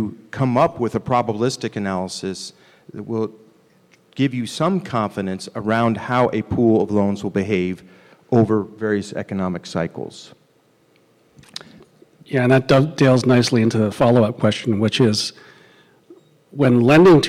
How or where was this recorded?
live audience